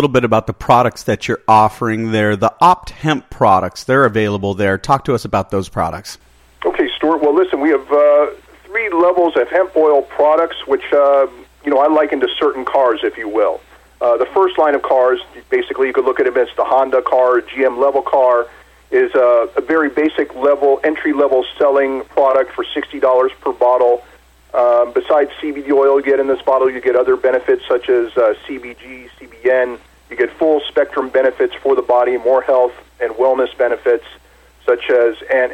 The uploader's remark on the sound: called in to SmallCapVoice